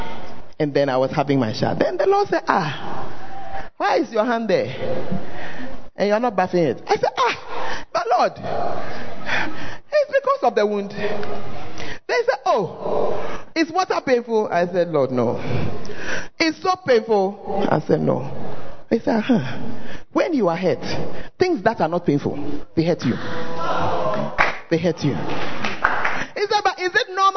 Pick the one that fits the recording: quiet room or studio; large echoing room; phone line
large echoing room